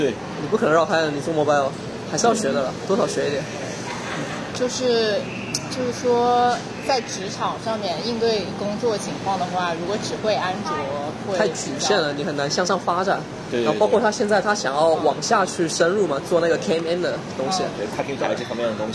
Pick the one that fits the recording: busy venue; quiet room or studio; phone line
busy venue